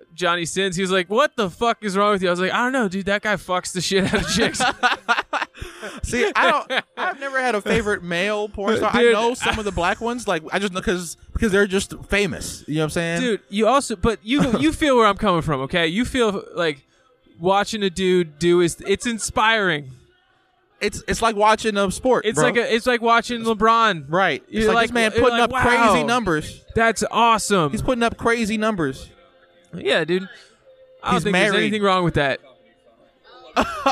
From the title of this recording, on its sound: Live from The Lamp